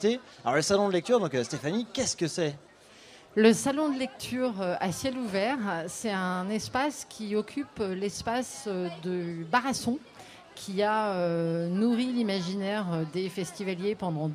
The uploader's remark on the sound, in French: Enregistrée en direct et en public sur la troisième édition du festival Maza'Grand Événement.